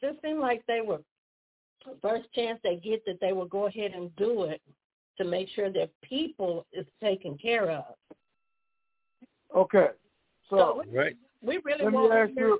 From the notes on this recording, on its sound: TNTSuperfantastic Conference Call